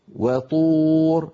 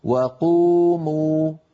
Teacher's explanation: هذه الطاء أشد تفخيما من وقوموا